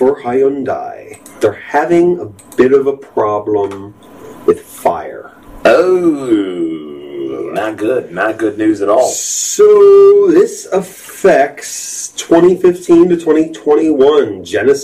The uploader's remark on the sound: slight audio issues